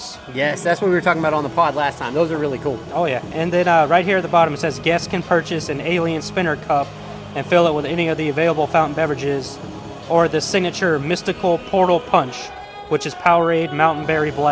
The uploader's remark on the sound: we are broadcasting live from Joe Riley park